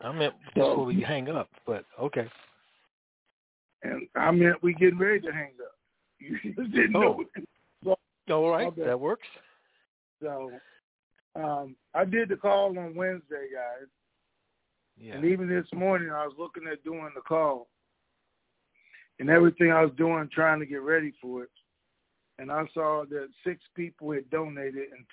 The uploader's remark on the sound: TNTSuperfantastic Conference Call